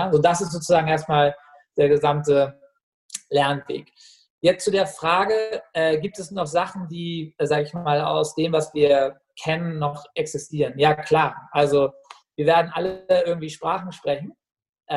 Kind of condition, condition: link, video call